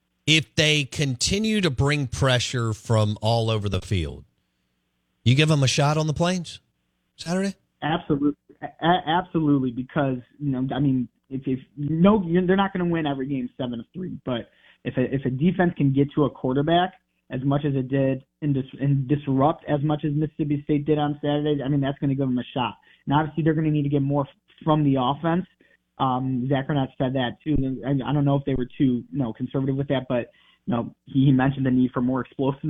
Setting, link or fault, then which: link, phone line